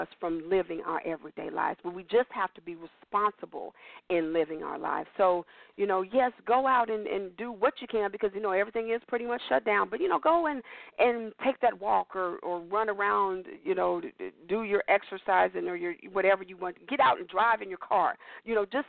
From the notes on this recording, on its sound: Your phone calls, comments, questions.